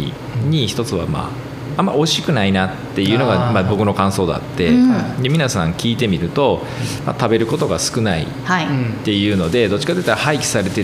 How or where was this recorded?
busy venue